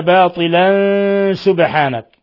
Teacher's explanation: تنوين فتح جاء بعده السين، إخفاء حقيقي